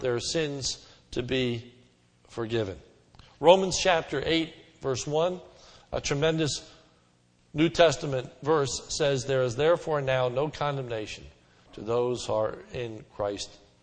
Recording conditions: large echoing room